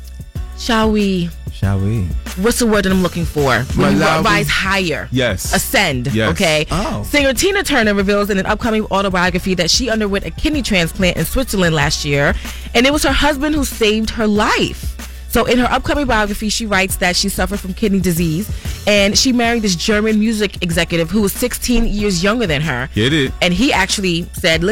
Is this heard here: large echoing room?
no